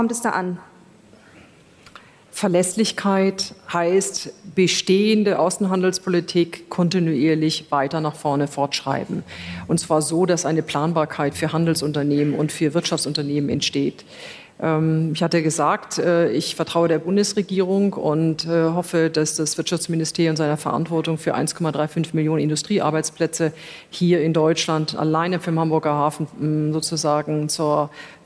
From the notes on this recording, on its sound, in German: Die Diskussionsrunde wurde auf dem Ludwig-Erhard-Gipfel aufgezeichnet.